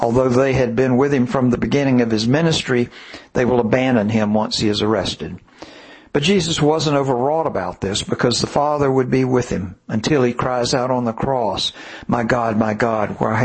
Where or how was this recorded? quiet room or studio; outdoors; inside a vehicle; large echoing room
large echoing room